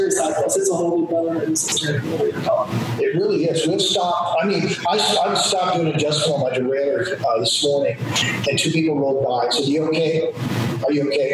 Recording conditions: poor sound quality